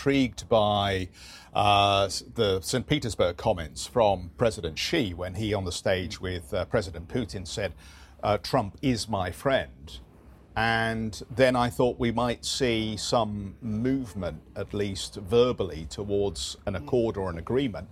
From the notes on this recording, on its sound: We are live from the territory. We are live at the Paris Air Show.